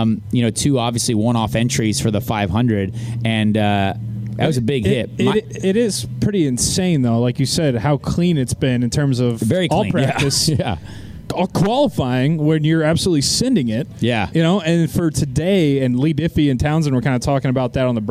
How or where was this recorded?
busy venue